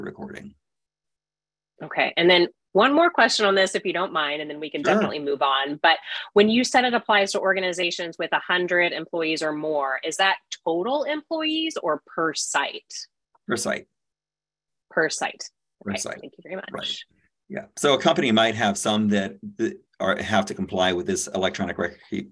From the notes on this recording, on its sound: You are listening to audio from a webinar in the Safety+Health Webinar Series. By Alert Media.